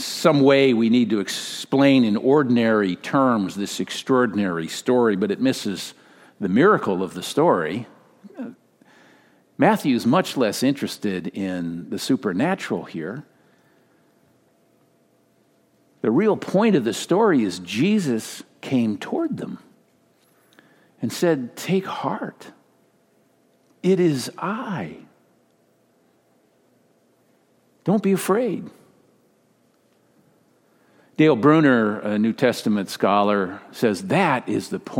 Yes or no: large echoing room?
yes